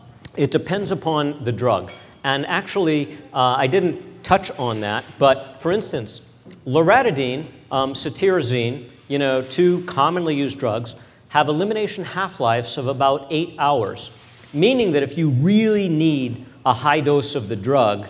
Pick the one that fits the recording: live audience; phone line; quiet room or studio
live audience